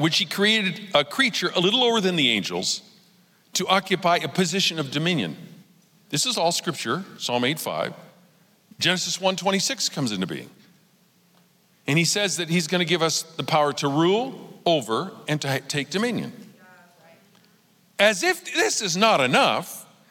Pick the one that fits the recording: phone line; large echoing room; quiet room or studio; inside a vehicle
large echoing room